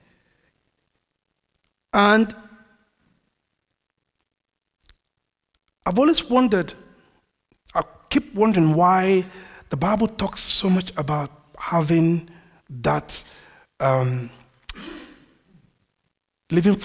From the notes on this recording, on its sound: This audio was recorded at our venue in Great Denham.